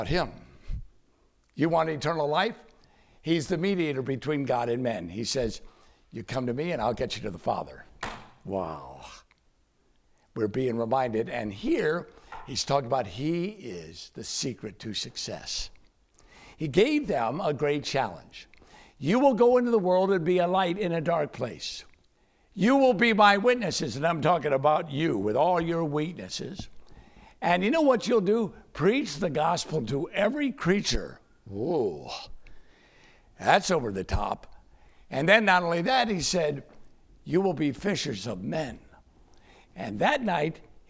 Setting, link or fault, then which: setting, large echoing room